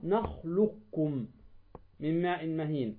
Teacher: أدغم القاف في الكاف، فماذا؟ ذهبت القاف وبقيت طبعا صفة القاف · Term: إدغام المتقاربين